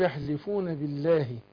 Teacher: لما يسبق مكسور بنرققها، لام لفظ الجلالة بس · Term: مرققة